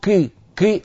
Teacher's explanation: حرف يعني بين القاف والكاف، بين القاف والكاف، فهذا لا يصح.